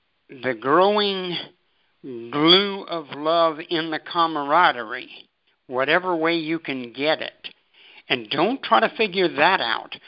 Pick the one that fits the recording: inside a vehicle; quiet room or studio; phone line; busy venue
phone line